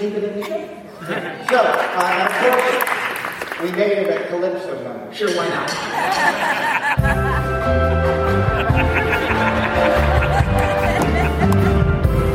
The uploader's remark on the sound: Animaniacs in Concert- San Diego 2019. Some interviews with fans of Animaniacs.